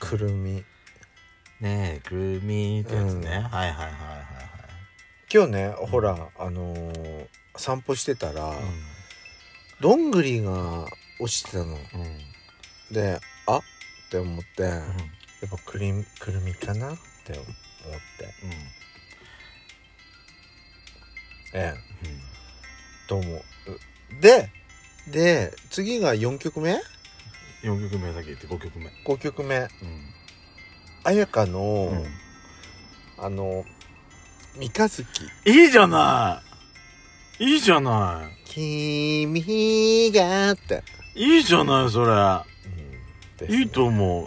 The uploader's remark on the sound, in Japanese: パーキング収録。